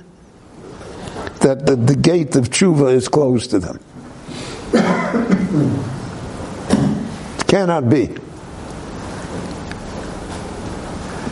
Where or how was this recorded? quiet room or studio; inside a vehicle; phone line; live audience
live audience